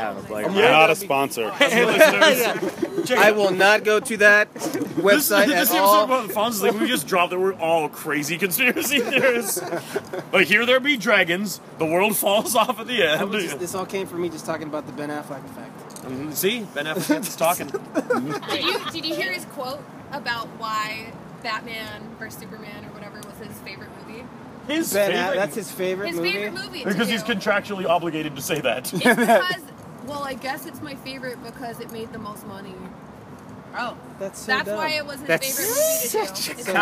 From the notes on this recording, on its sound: This show was recorded entirely in the parking lot at his party. There's a huge number of people talking.